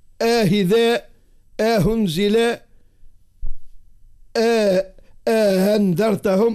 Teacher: يقرب الهمزة المسهلة من مخرج الهاء